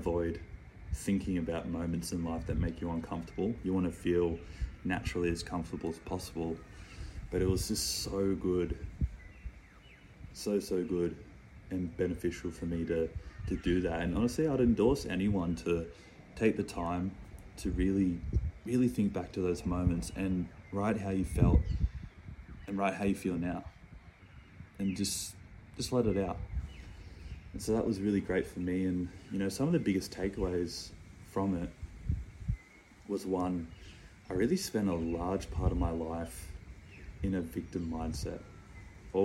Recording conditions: phone or laptop microphone